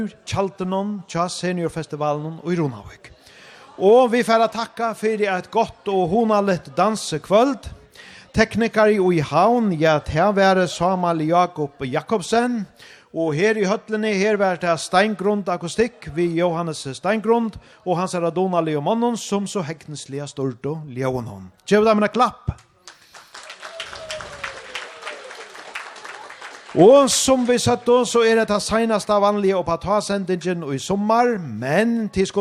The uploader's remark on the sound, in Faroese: Upp á tá LIVE í Runavík